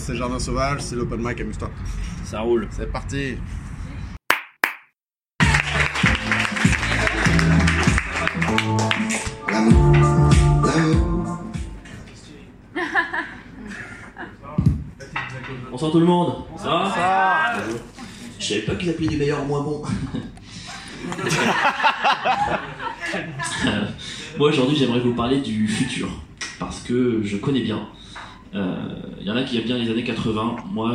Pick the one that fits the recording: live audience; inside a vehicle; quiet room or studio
live audience